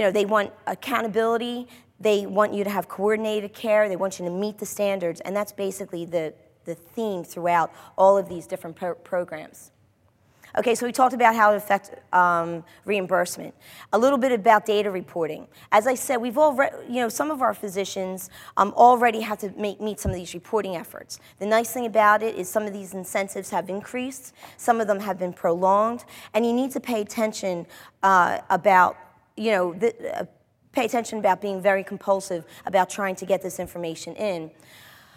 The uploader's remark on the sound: This was recorded at the 2011 Summer Conference in Washington DC.